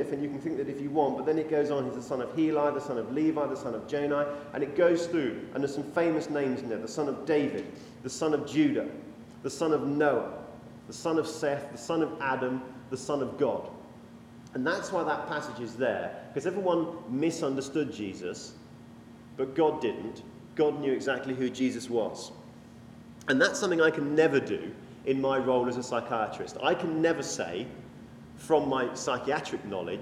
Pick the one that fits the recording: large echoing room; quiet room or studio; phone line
large echoing room